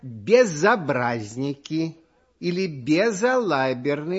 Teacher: Перед гласным звуком ясно слышится «з», и никакой ошибки сделать нельзя.